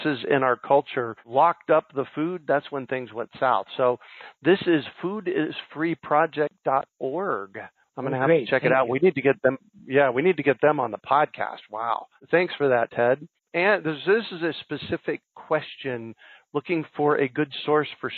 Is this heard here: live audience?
no